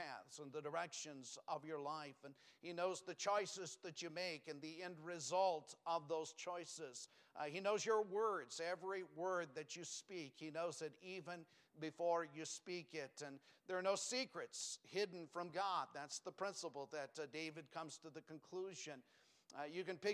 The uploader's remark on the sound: Sunday PM. Preached from the pulpit of Valley Bible Baptist Church.